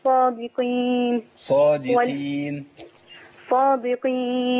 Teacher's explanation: تعملي حضرتك اطباق في حرف الدال فتبقى ضاد. صادقين، بتستمر معاك الاطباق من الصاد الى الدال.